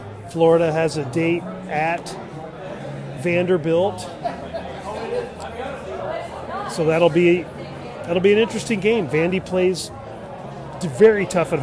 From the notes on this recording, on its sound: On location from Bier.